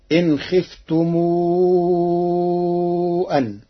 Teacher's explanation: قرأ ورش كلمتي خفتم أن بصلة ميم الجمع مع المد فتصير إن خفتم أن.